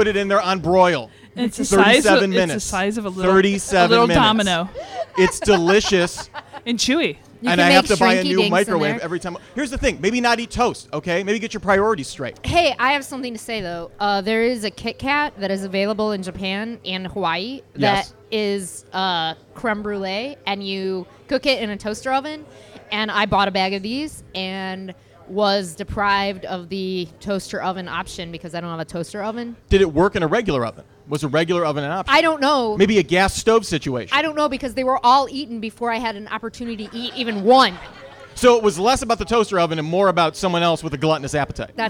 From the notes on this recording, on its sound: EooD LIVE. At the Beachland Ballroom and Tavern for the first LIVE Edifice of our Demise.